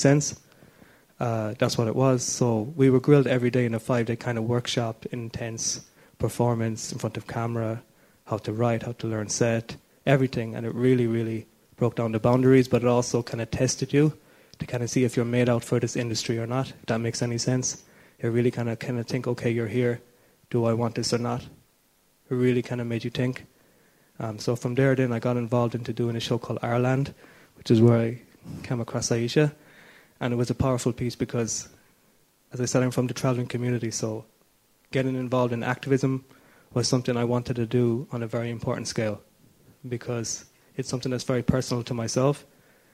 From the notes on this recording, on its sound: Every year, Catalyst International Film Festival presents a programme that prioritises stories and storytellers currently under-represented on screen and behind the camera. Recorded at this year's festival in March.